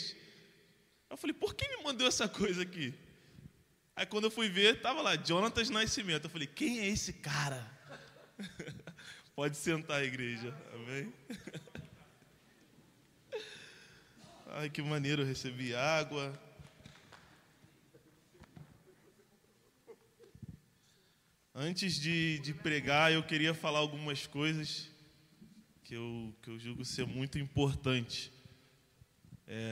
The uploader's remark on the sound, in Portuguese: CULTO DE LOUVOR E PALAVRA AO VIVO